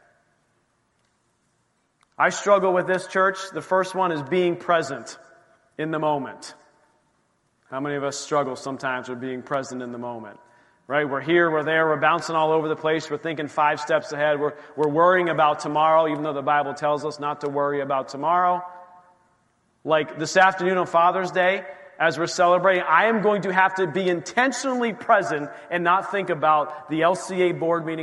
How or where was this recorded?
large echoing room